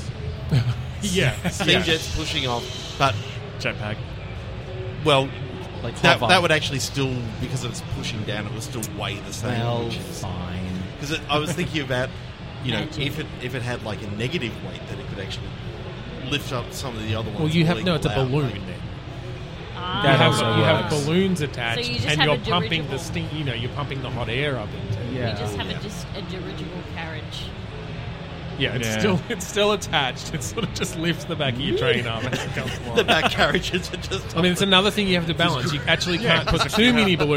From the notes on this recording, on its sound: Live from PAX 2022. Live from the Audio Technica booth on the show floor at PAX.